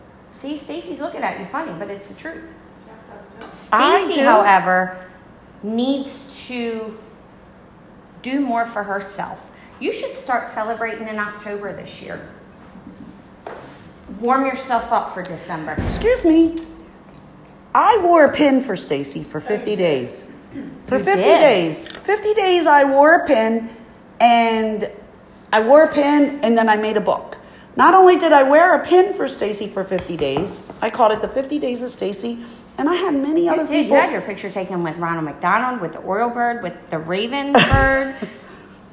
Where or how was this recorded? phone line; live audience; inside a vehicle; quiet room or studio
live audience